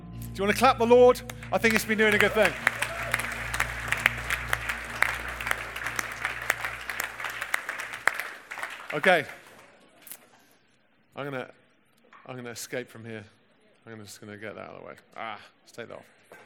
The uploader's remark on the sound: Recorded at the 2018 Newday Youth Worker's Weekend